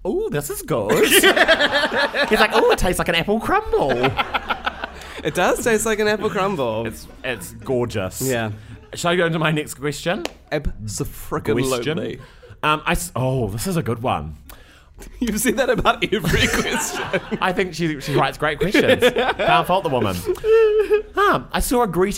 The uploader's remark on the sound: Recorded live in front of a studio audience